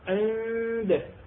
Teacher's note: شوف هاي النون الساكنة أو التنوين أشممها بالحرف اللي بعدها مثلا عند مثلا هنا ايش عندنا نون ساكنة اجى بعدها حرف الدال من حروف الإخفاء راح أشمم النون الساكنة بحرف الدال · Term: إشمام